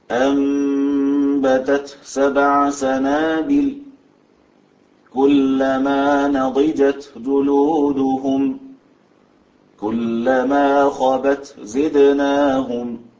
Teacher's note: أنه يظهر التاء عند السين والجيم والزاي · Term: تاء التأنيث